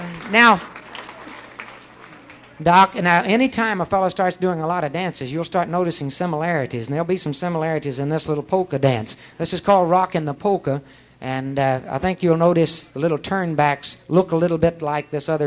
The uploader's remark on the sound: Vintage MWSD Live Dance Recording